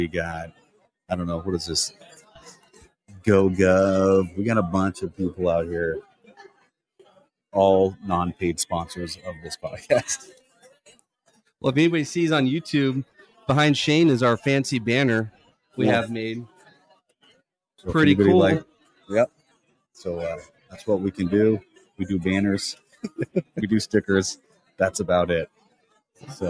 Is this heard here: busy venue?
yes